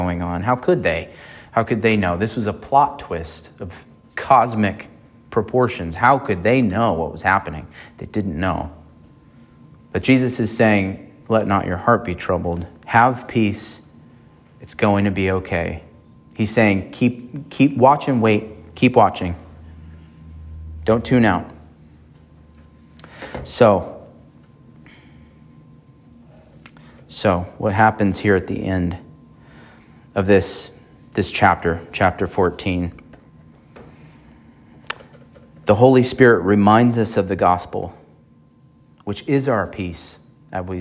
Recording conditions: large echoing room